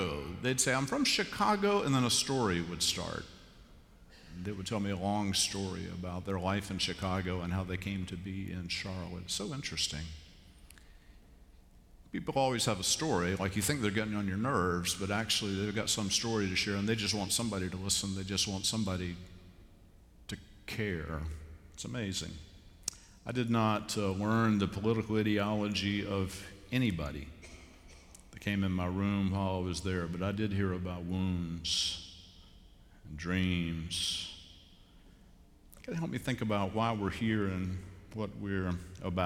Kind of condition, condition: setting, large echoing room